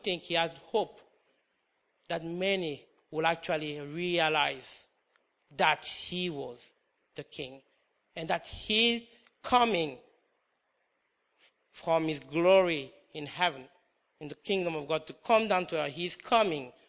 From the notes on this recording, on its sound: comes from King's Church Good Friday Communion Service 2013